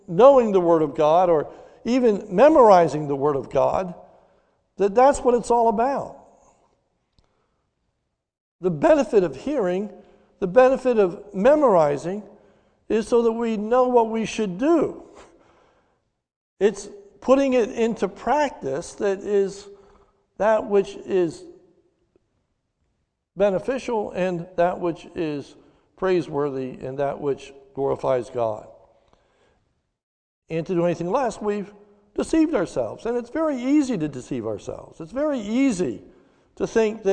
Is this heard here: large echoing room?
yes